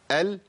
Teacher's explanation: الاصل ان الطرف هو اللي بيجيب المخرج، لكن اللام بتنحرف قليلا جهة اليمين · Term: الانحراف